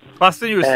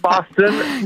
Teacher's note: fasten pronunciato senza la T, perfetto, complimenti